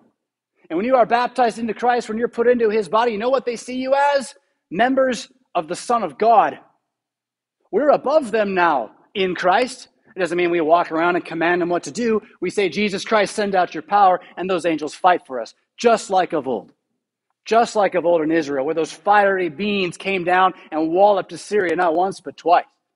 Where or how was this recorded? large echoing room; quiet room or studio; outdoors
large echoing room